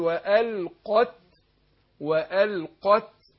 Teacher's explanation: القاف حرف مستعلي حرف قوي واقع بين اتنين ضعاف تمام اللام والايه والتاء فانا اظهر المفخم من الايه المراقبه اقول